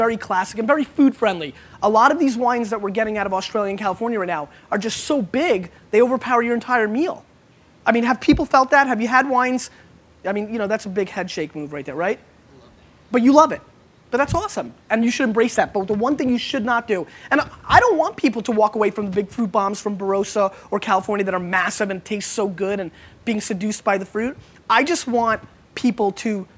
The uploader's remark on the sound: A Talk at GOOGLE. This is a throwback to a talk I did at Google about growing wine library, all while doing a live wine tasting and Q&A.